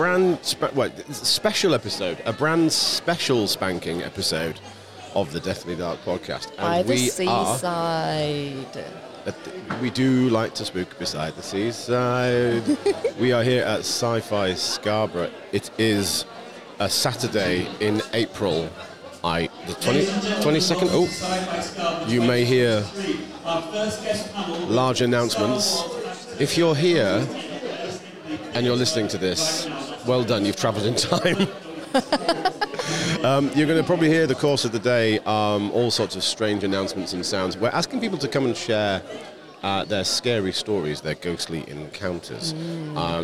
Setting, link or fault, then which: setting, busy venue